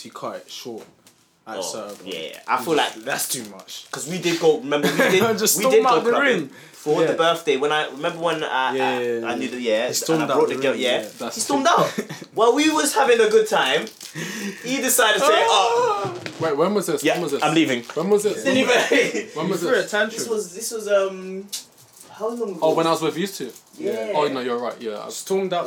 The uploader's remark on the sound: poor audio this week due to background noise